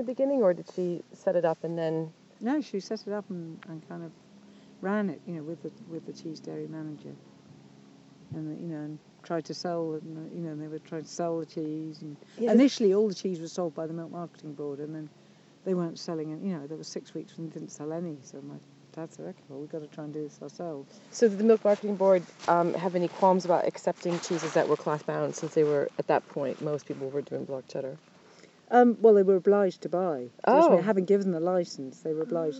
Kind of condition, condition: setting, outdoors